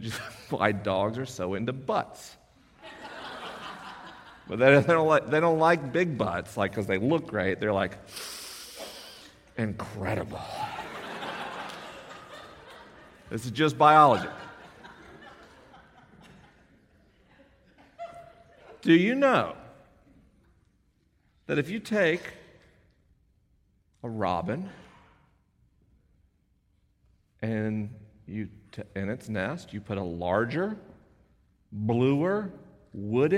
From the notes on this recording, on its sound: LIVE in Orange, CA. This episode was recorded at Chapman University in Orange, CA. The questions are unscreened and the answers are unrehearsed.